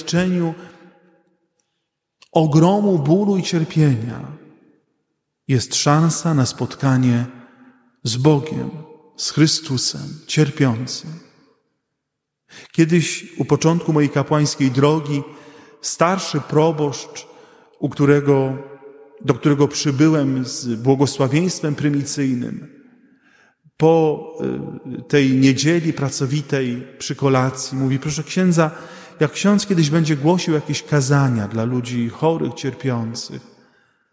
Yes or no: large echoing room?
yes